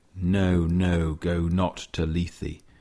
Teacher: there's a whole series of stressed syllables all in a row, spondees we call them, um, which conveys the passion and the energy of the speaker.